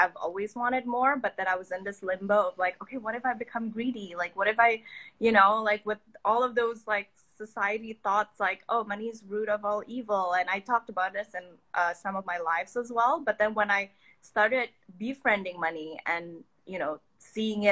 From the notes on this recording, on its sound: Today's episode is the recording from an IG live conversation